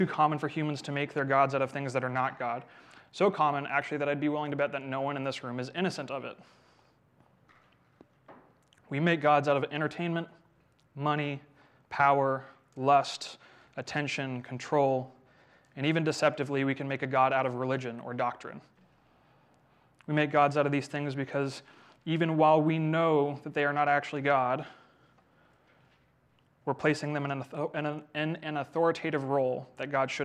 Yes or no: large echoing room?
yes